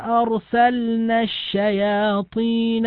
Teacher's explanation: هذه اللام لام الفعل التي نبهنا على الاهتمام بإظهارها لوقوع النون بعدها